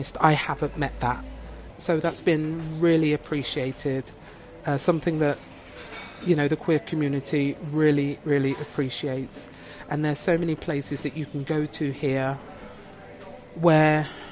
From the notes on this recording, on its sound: I recorded this episode in a coffee shop and as a result there may be a slight variation in sound volume.